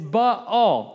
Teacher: AA is not a diphthong, it's two separate. · Term: two separate syllables